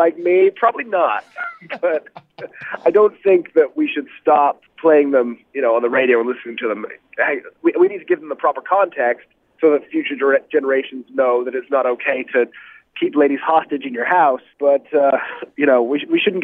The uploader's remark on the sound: called in to chat